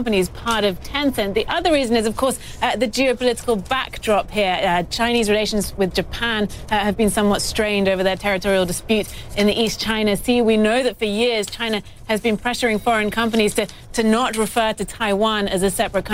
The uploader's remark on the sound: live from the New York Stock Exchange